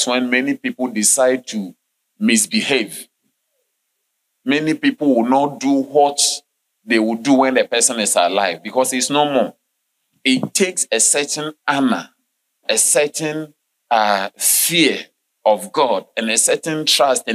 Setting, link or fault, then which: setting, large echoing room